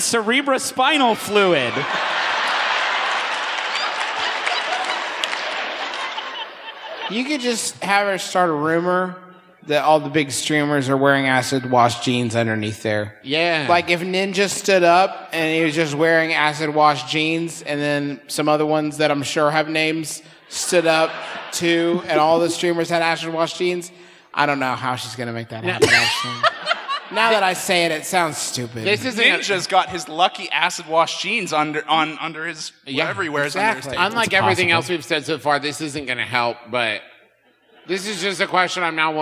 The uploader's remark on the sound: here’s a live show we recently did in Cincinnati